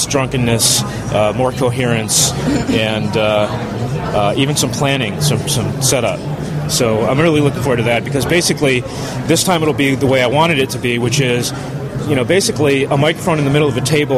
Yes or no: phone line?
no